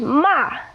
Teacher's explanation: ma, with a high falling, is to scold, to yell at someone.